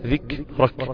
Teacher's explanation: فيه هواء خرج، هواء بسيط بس ده نفس. النفس اللي خرج ده دليل على انه مهموس